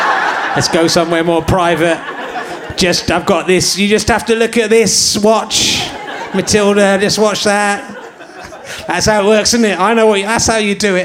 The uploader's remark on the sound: Leicester Square Theatre Podcast